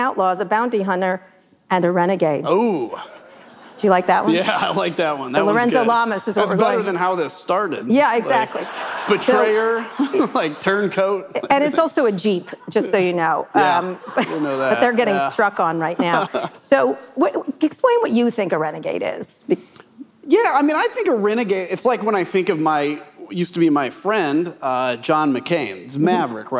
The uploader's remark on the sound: This conversation was taped live at the Texas Tribune Festival on September 22, 2023.